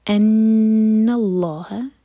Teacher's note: نون پر غنہ تو نون کو ہولڈ کریں گے دو سیکنڈس اور لام جلالہ ہیوی ہوگا.